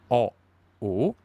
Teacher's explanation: poi abbiamo una O, la bocca si richiude un po'